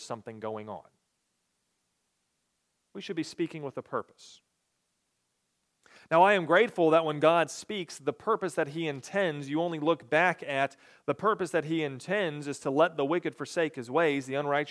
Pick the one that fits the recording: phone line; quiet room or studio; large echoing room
large echoing room